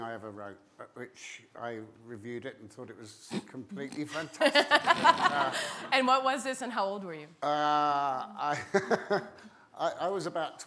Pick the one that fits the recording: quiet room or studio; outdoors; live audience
live audience